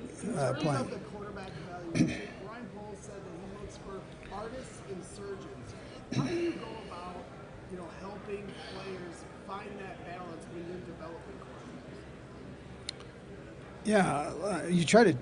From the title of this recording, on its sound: live from the Combine